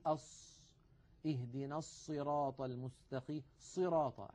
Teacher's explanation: عند الصاد تجده يضم ويزم شفتيه إلى الأمام